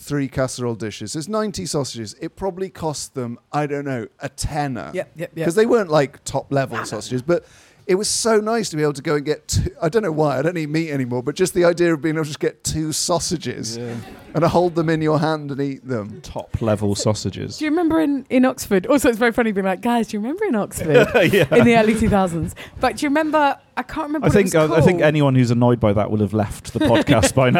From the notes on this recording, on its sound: We’re live from the greatest pub in the Other Realm. 30 Patrons were lucky enough to experience the mist in person.